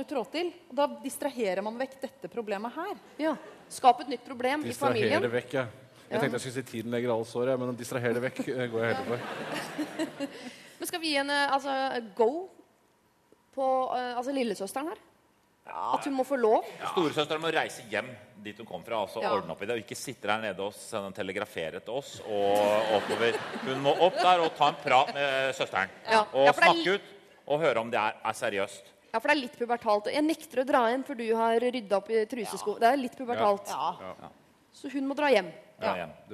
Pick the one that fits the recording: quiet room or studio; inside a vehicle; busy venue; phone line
busy venue